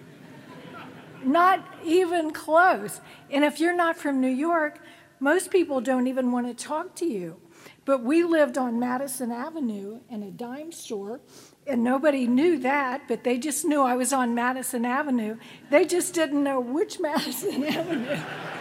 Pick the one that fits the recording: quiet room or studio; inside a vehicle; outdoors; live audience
live audience